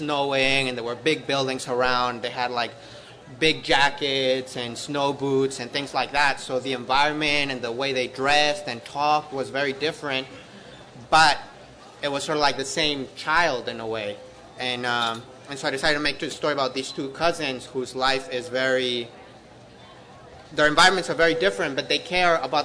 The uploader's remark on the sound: a special broadcast from the 2014 Tucson Festival of books